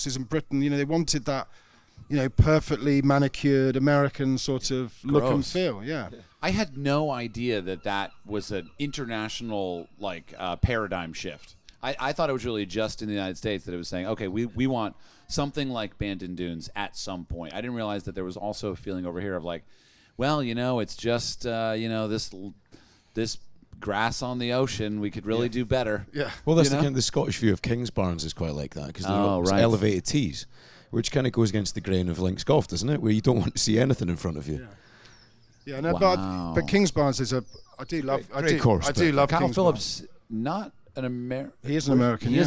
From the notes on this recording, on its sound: Weekend Storylines at The Open | Live From Scotland. Thank you to Sounder for hosting us at The Open!